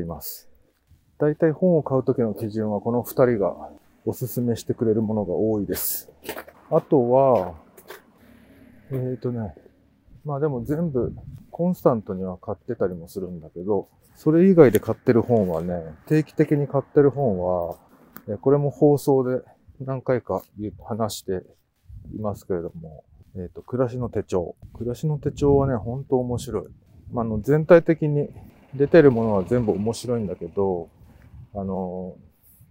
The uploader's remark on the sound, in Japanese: 冬のお散歩収録。ある日、晴れた日のお散歩収録です。